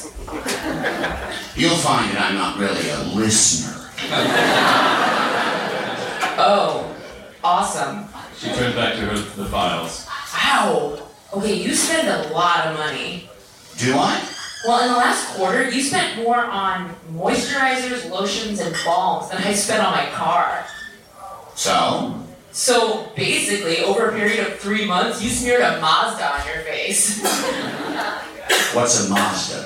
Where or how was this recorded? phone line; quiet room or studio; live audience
live audience